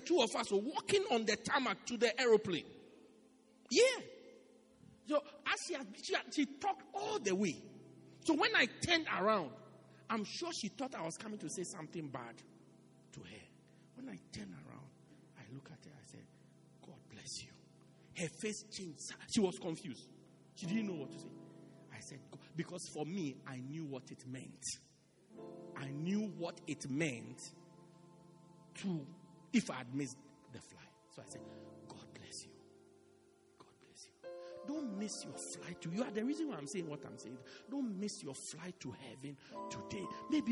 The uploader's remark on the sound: Preached Christ Our Hope Cathedral, Pietermaritzburg-South Africa